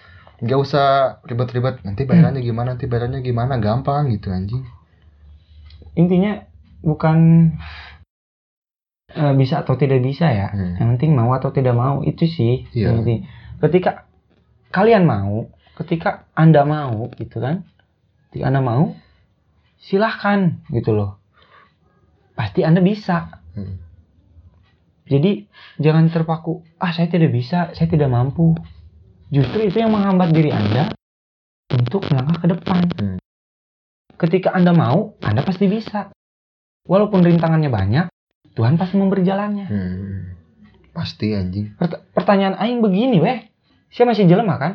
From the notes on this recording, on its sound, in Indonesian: kalo ada suara gangguan itu bukan hp kalian yang bermasalah tapi mic aing yang murah anjjj